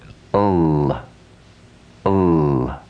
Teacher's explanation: Al, al, al. and then removing the a and isolating the sound, which is purely at the teeth, we get ul, ul.